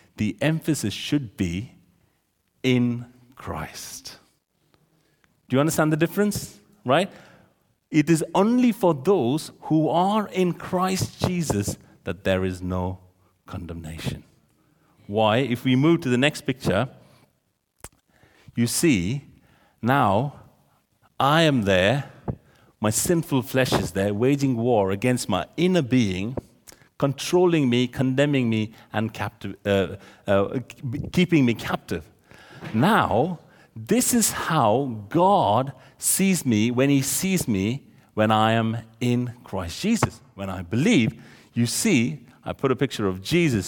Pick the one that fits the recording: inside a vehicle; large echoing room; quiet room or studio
large echoing room